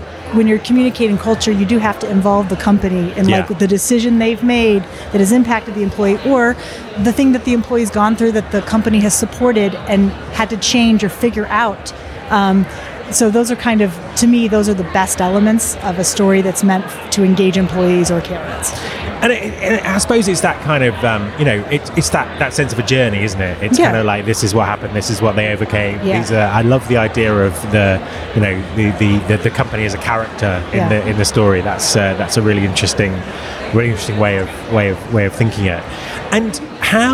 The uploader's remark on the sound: at the recent UNLEASH America conference